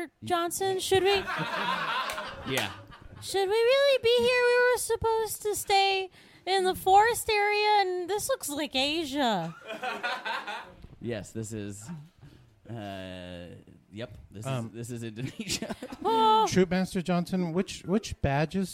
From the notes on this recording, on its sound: Recorded Live at Coldtown Theatre. Join us for a live episode at the Coldtown Theatre in Austin, TX!